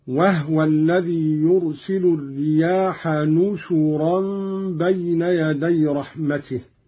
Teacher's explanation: قوله تعالى: وهو الذي يرسل الرياح بشرا بين يدي رحمته. قرأ قالون بالنون مكان الباء وضم الشين، هكذا: وهو الذي يرسل الرياح نشورا بين يدي رحمته، وضم النون والشين على معنى الجمع، أي ناشر، مثل نازل ونزل.